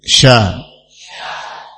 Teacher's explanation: Tafasyi, yakni menyebarnya suara shin dari pusat makhrajnya. Tatkala kita mengucapkan shin, keluar ya suara tersebut ya menyebar.